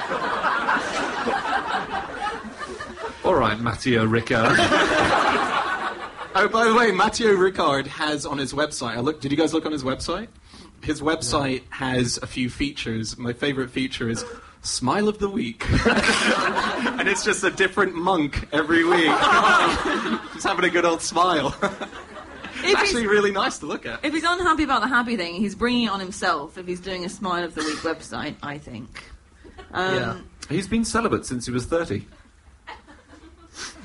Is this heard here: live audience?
yes